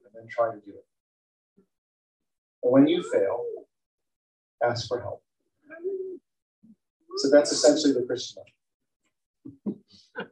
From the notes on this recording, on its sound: (Recorded in Brunch Church - Some background noise).